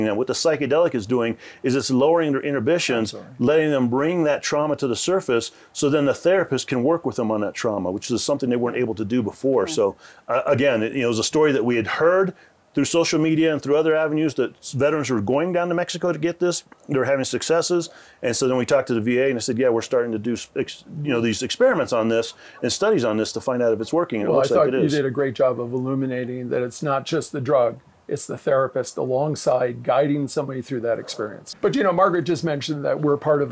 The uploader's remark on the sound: On Location at Aspen Ideas: Health